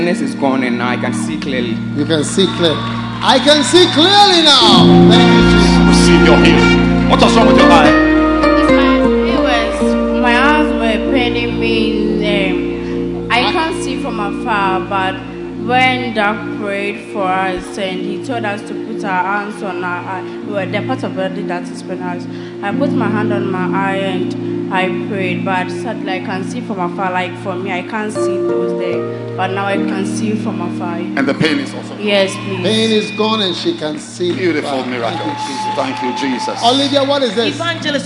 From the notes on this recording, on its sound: Preached at the Good Friday Miracle Service, Independence Square, Accra.